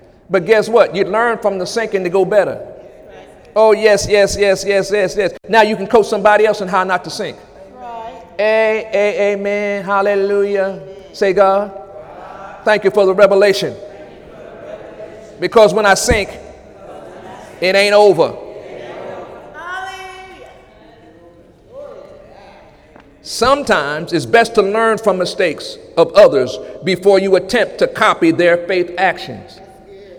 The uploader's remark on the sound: During Sunday morning service on July 23, 2017